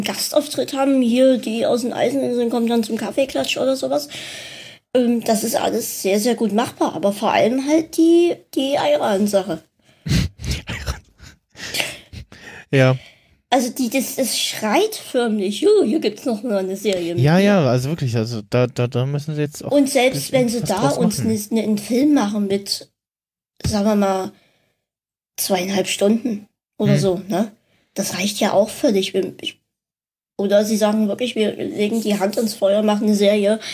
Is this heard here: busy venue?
no